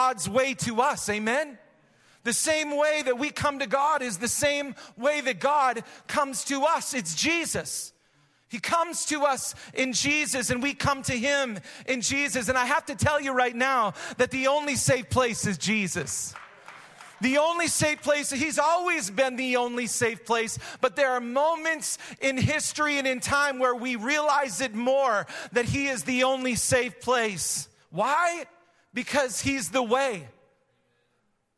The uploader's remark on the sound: Recorded live at Hope Church in Springfield, Mo.